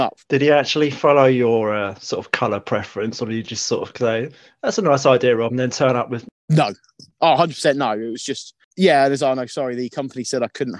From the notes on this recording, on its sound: The interview process was done via Zoom, and after a number of hours editing, chopping out the tangents, here it is...